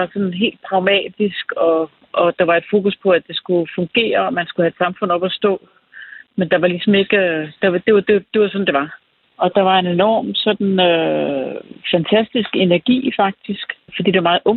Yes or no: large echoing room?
no